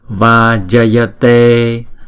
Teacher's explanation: Chữ Va là đọc 2 nhịp, chữ Ja là đọc 1 nhịp, chữ Ya là đọc 1 nhịp, chữ T là đọc 2 nhịp.